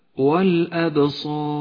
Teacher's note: الهمزة مرققة والباء مرققة ولها صفة القلقلة، والصاد مفخمة، والألف التي بعدها مفخمة، والراء التي بعدها مفخمة أيضا، فقرأ هكذا والأبصار، ولا تخلط بين الترقيق والتفخيم.